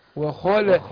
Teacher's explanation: يكون له ولد ولم تكن له صاحبة وخلق كل شيء وخلق اللام مرققه وقعت بين مفخمين تمام الخاء والقاف